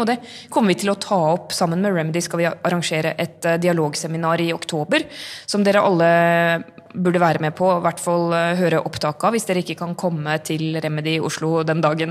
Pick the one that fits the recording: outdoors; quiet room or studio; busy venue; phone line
busy venue